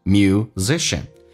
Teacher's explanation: Musician 重音在后面 Z 上